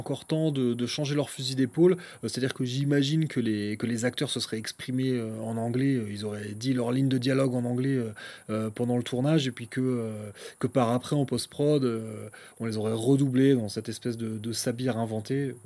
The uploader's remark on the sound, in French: Cet épisode a été enregistré en plein air, histoire de profiter des grillons et du son du clocher en terme d'ambiance sonore. Dès lors que l'on débute un enregistrement en extérieur, des promeneurs bruyants déboulent d'on ne sait où et des deux roues tonitruants arrivent de partout.